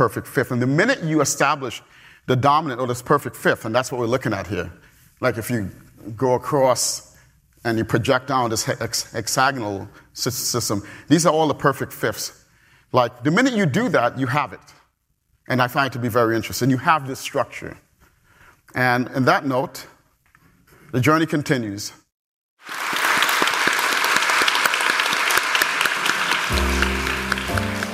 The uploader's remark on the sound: Perimeter Institute Public Lectures.